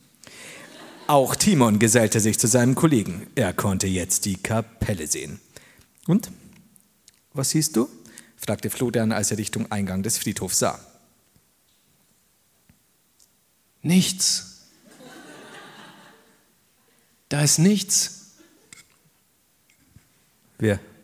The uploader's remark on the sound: Live in Bonn.